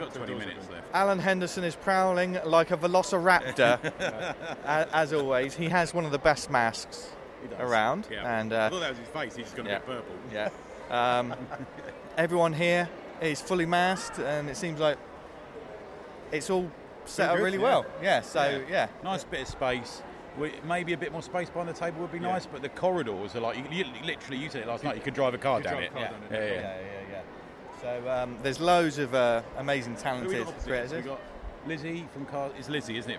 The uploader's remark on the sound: Live from Thought Bubble 2021! Live from the convention floor (and a bit of a hotel room - oh my), its the Awesome Comics Podcast Thought Bubble 2021 special!